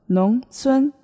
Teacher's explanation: second tone and the first tone